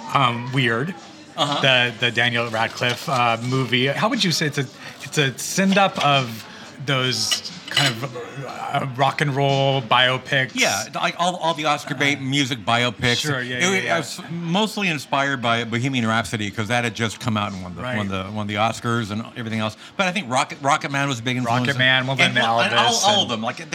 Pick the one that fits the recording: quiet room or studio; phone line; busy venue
busy venue